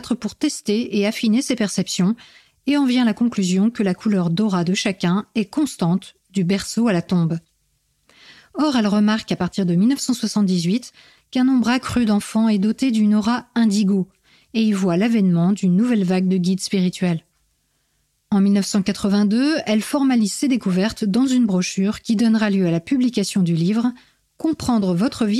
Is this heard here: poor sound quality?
no